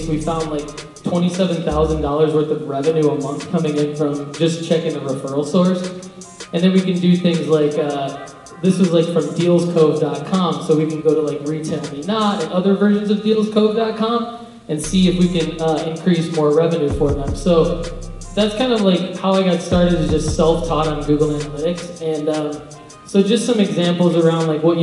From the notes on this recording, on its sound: Red Letter Day 2017 Keynote Presentation at The City Winery in Nashville.